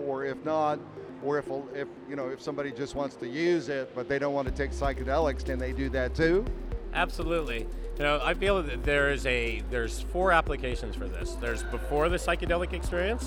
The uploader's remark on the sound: Wonderland Miami Interviews. At the Wonderland Miami conference, I interview.